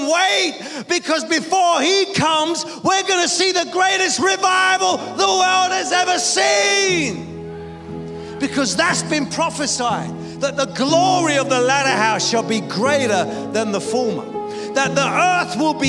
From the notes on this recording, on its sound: preaching at a Church in Thailand